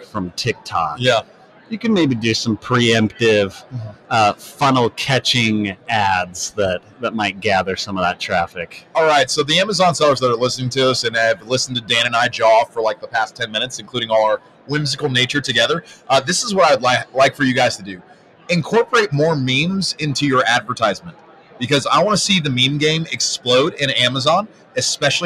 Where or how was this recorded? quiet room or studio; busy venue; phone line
busy venue